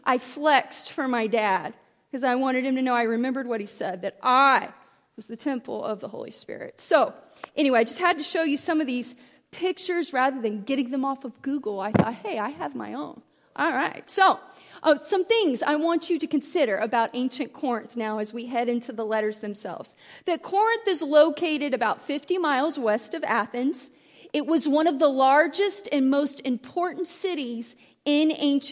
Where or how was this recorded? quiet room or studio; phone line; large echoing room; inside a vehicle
large echoing room